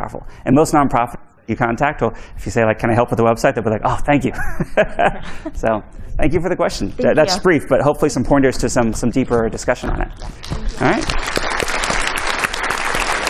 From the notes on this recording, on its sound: Today's episode is a recording from the official WCUS 2022 livestream found in this video . A Q&A session from the audience.